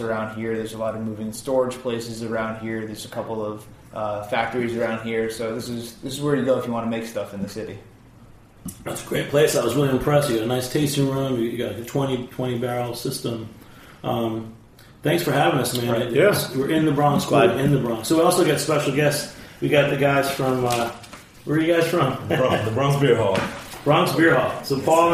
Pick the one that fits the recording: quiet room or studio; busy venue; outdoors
busy venue